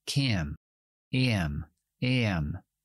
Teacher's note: pronuncian como un doble sonido cuando hacen la vocal, que es lo que llamamos un diptongo.